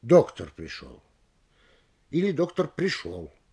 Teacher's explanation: Поэтому я присоединяюсь к тем, кто считает более правильным читать простое нераспространенное предложение с одним ударением, либо на подлежащем, либо на сказуемом.